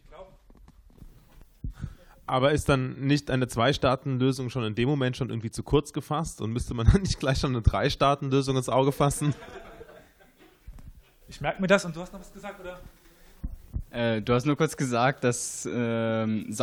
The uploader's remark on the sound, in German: "SYNOP* meets History". Moderatoren beantworten auch Fragen aus dem Publikum.